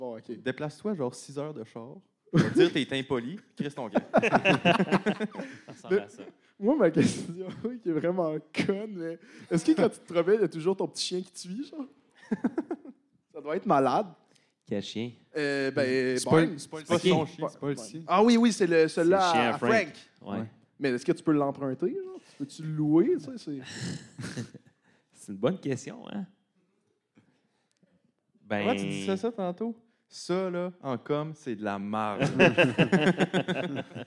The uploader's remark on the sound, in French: Podcast devant public. Podcast commence à 5min55, après les allocutions!